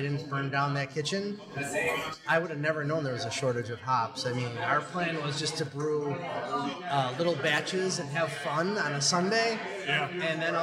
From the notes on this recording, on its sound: We head out to West Shore Brewing